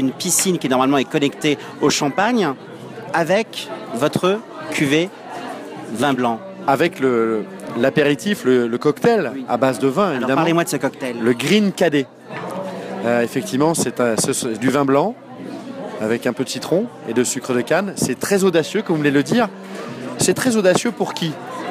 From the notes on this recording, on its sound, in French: Terrasse Mouton Cadet - Cannes 2016